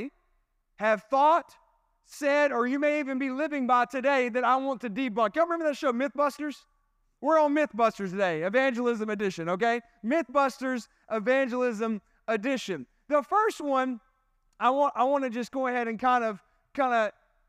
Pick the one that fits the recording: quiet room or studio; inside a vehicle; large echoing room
large echoing room